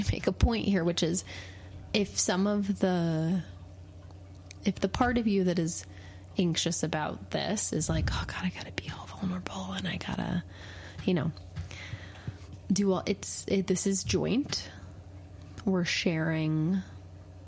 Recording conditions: sounds in the background